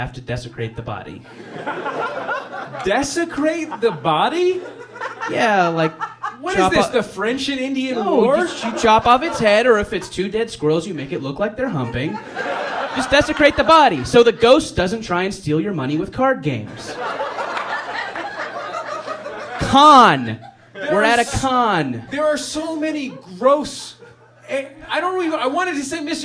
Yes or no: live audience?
yes